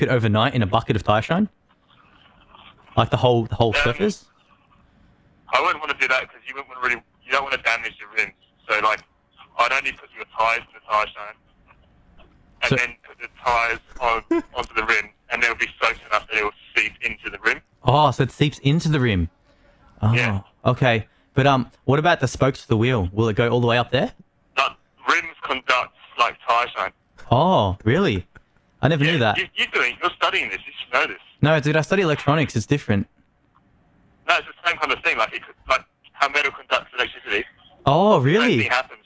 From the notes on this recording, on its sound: An excerpt clip of the phone call to our Captain, pilot of the HMAS ZX7R.